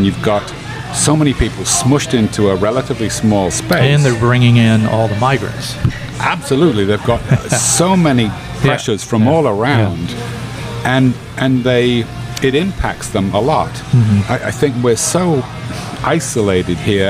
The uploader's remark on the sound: Recorded at Emerald Republic Brewing.